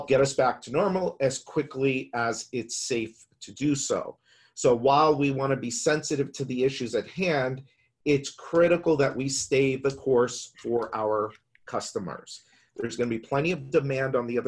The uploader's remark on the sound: We’re sharing the audio from a webinar with you. We’re sharing the audio from a webinar with you.